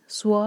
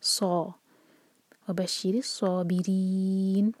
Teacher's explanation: سا جب بھی پڑھیں تو وہاں پر اس میں واو کا مکس اپ نہ آئے · Shown in: second take